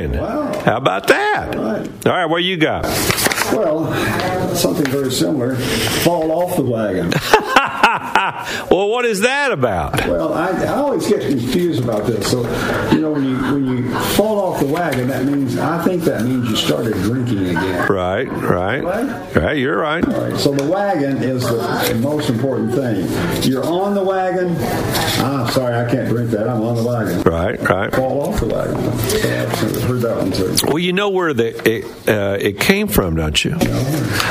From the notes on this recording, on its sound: LIVE from the Lost Sea in Sweetwater